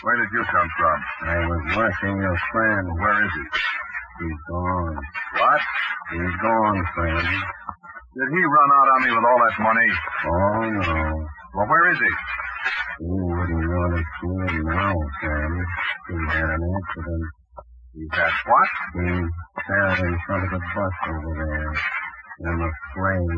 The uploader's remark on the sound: Audio is poor, even after some noise canceling. It degrades in the middle.